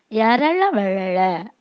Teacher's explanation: இந்த இஇ இர் இல் யு இழ் இல் என்ற எழுத்துகள் வன்மையாகவும் இல்லாமல் மென்மையாகவும் இல்லாமல் இடைப்பட்ட ஓசை உடையதால் இவற்றுக்கு இடையினம் என்று பெயரிடுகிறோம்